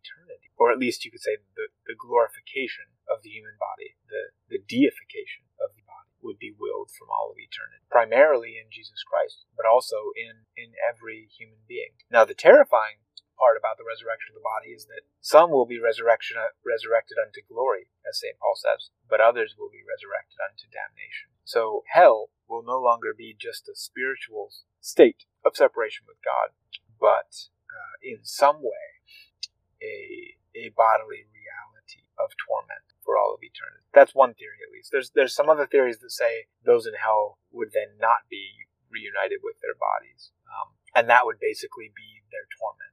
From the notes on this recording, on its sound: I apologize for the wind sounds in this episode. I try to edit them out as much as I can, but sometimes it is unavoidable. This podcast is recorded in a car -- wind is something I have to fight with often while editing, and sometimes the wind wins the fight.